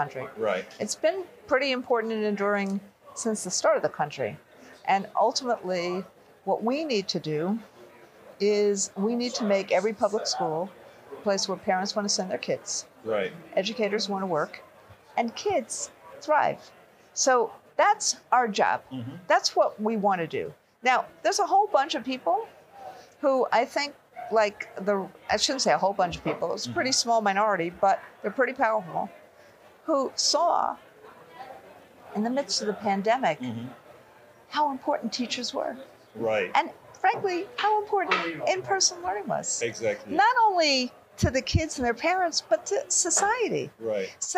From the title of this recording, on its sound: Live from Netroots Nation in Chicago (Day 1)